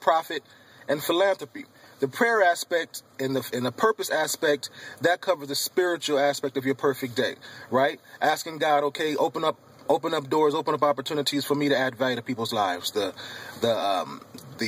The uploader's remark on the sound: Podcasting from my car